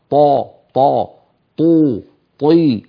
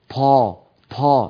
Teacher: وما عدا حروف الهمس هي حروف الجهر، فالمهموس يجري معه نفس، أما الطاء فلا يجري معها نفس في الفصيح في النطق الفصيح · Shown in: first take · Term: حرف مجهور